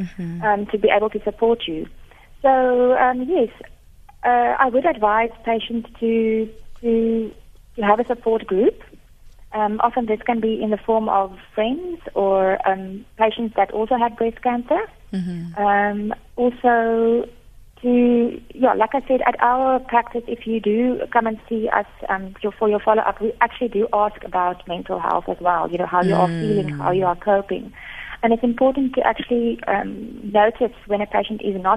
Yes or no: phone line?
yes